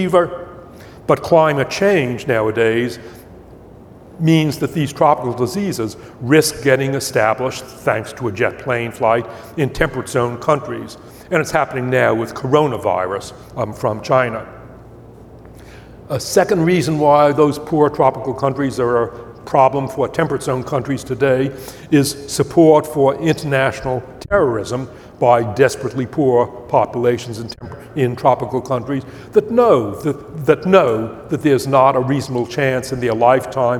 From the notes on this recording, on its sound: Upfront Summit 2020. Background noise in this video due to high winds outside the theater where this was filmed.